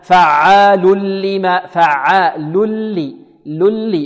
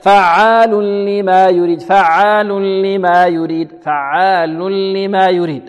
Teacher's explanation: نلغم التنوين في اللام ينقلب التنوين لاما خالصة بدون غنة · Shown in: first take · Term: الإدغام